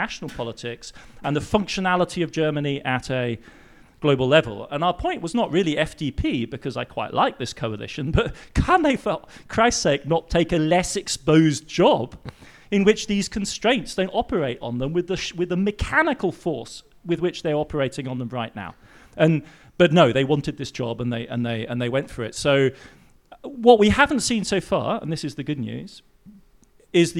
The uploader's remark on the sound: Live From Berlin. This episode is a recording of a live show. At the Prachtwerk in Berlin.